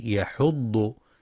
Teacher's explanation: وينتبه القارئ لترقيق الحاء في كلمة يحض، فلا يفخمها لمجاورتها الضاد